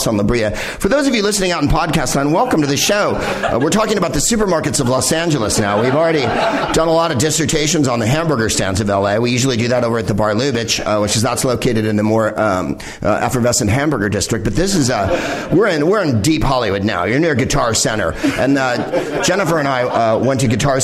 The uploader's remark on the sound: Live from the NerdMelt Showroom in Los Angeles